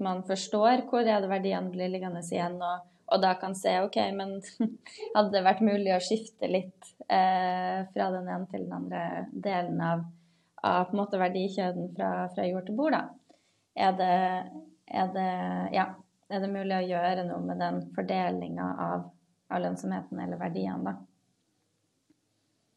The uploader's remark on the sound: Live Zoom